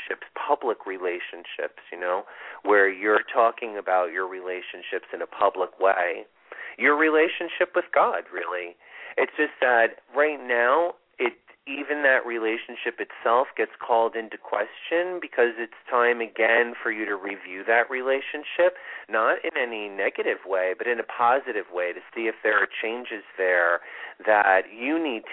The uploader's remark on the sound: This is a call in show with live mini readings!